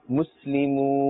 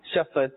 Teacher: mad arid and mad leen arid, we must pull the sound up to 3 alifs in duration, in length and extent